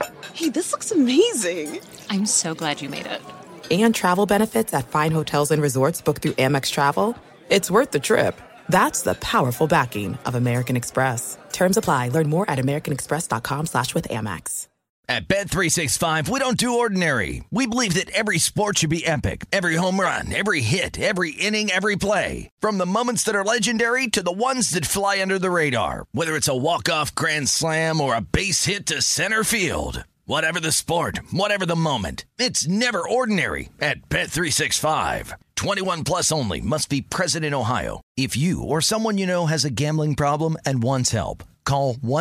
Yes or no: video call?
no